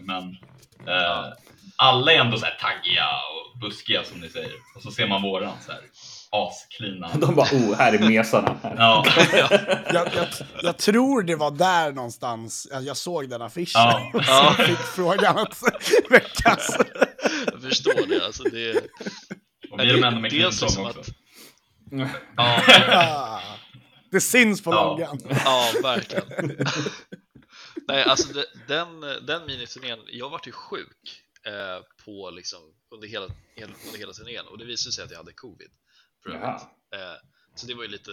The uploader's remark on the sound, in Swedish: Vi ber om ursäkt för att ljudet inte är on point, men vi hade helt enkelt inte tid att fixa det och har precis bytt plattform för att spela in på.